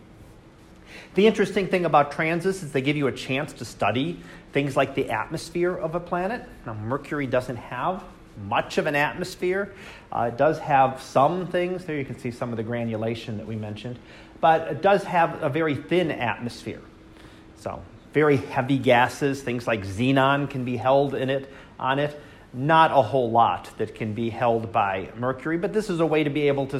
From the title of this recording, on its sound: Live Class Lecture 2019 Oct 21